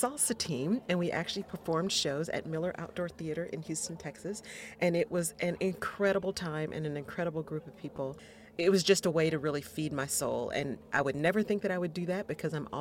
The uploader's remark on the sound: We’re back on the road, this time at Blk Pod Festival Atlanta! Hear what secrets were shared in our pop up booth!